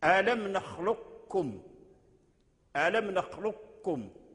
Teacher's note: فبعضهم جعله إدغاما كاملا، أي إدغام القاف في الكاف إدغام كامل، فتنطق بالكلمة بالكاف مشدد، ألم نخلقكم، ألم نخلقكم. وهذا ما ذهب إليه الحافظ أبو